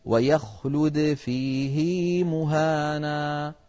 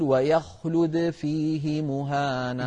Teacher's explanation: إذن هذا الموضع بالذات فإن حفصا روى عن شيخه عاصم صلة هذه الهاء بياء لفظية، مع أن ما قبل الهاء ساكن وهو حرف الياء · Shown in: first take · كان القاعدة أن يقول: ويخلد فيه مهانا، بدون صلة.